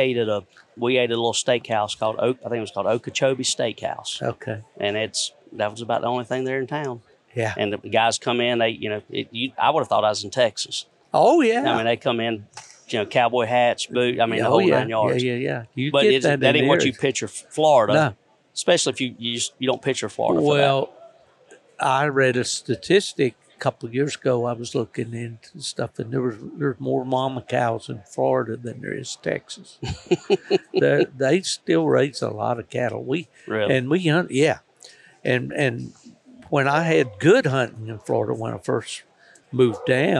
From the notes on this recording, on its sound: GONE TO THE DOGS AT THE UKC WINTER CLASSIC. This episode contains a collection of on-the-spot interviews with several of the events’ attendees that stopped by the Gone To The Dogs Podcast booth. Interviews conducted at the booth located at centerstage in the massive Batesville Civic Center. Surrounded by live sounds from the arena.